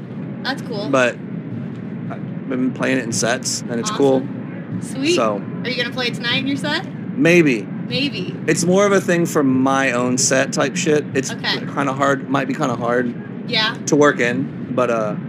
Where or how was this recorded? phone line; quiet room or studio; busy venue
busy venue